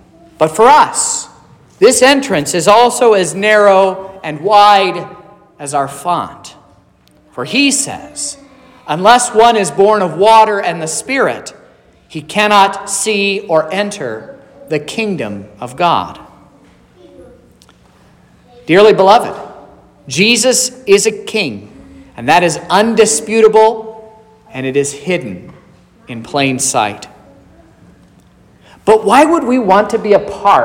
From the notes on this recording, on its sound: This is the sermon preached at Trinity Lutheran Church in Vallonia, Indiana, on Wednesday, March 22nd, 2023.